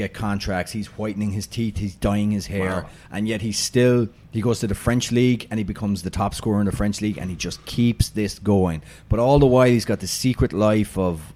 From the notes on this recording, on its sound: Join me live from Jack Demsey’s.